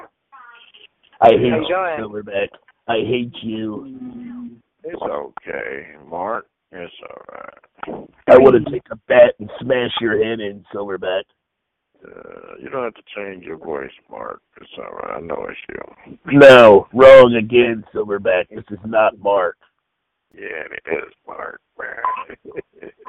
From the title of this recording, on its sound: Conference Call